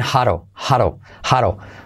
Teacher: se convierte en R suave, salto la H y hago la I como E